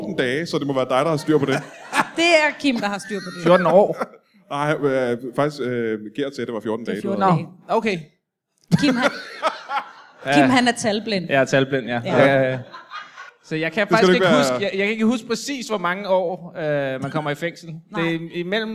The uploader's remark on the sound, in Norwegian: LIVE fra Comedy Zoo